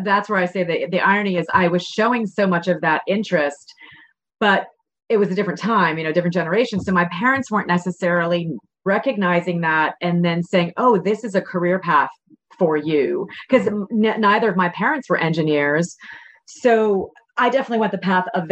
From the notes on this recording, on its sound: a virtual fireside chat